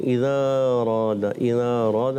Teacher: اب یہاں پر حمزہ تحقیق سے ادا کرنا ہے، تسہیل نہیں کہیں